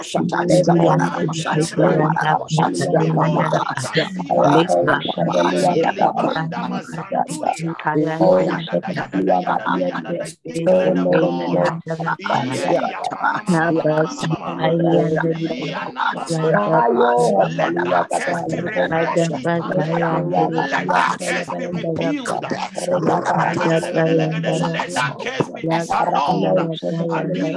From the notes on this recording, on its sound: Zoom meeting